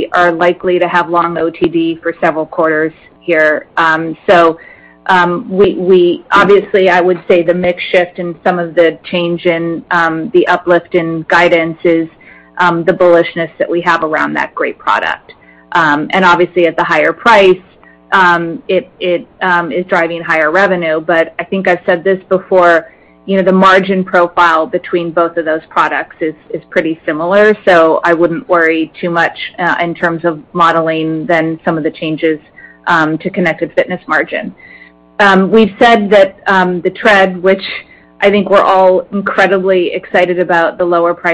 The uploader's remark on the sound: Q3 2020 Results Earnings Conference Call